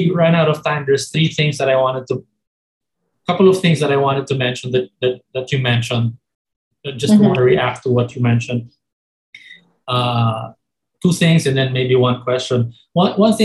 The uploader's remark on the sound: Zoom call